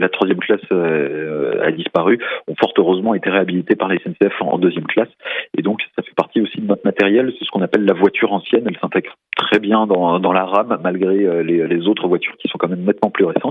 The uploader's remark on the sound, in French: par téléphone